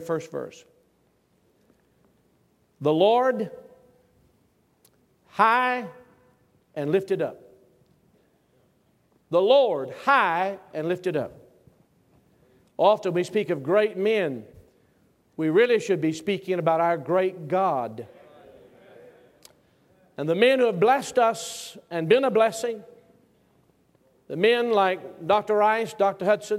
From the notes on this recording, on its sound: Originally preached at the National Sword of the Lord Conference in 2004.